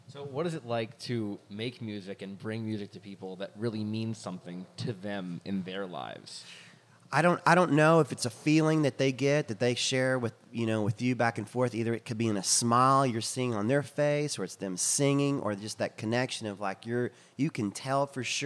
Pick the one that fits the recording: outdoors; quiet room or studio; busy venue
busy venue